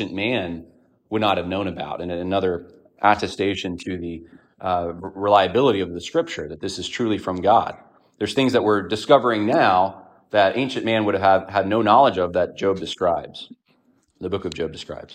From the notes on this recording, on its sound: A sermon delivered on 12/10/2023 at Evangelical Fellowship Church